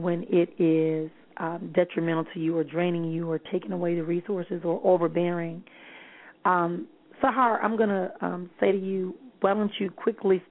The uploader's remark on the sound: callers may call in with questions